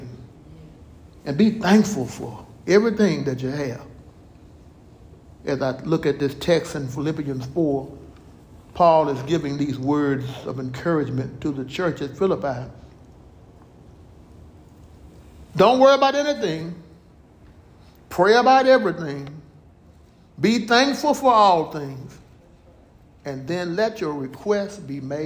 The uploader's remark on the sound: Recorded live at Willowridge Baptist Church in Stafford, TX.